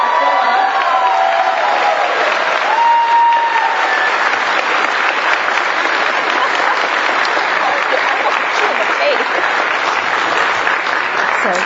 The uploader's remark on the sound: If you couldn’t make it to Chicago this past July, fret not, we got you covered! Standing room only panel from the con.